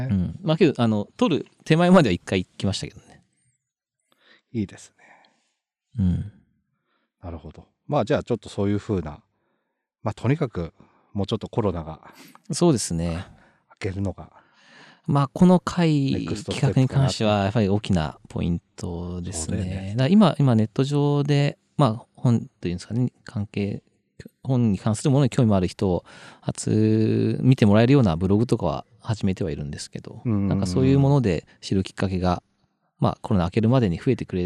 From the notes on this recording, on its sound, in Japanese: 今回は屋外収録 神奈川県の城山湖の畔からお届けします。今回は屋外収録 神奈川県の城山湖の畔からお届けします。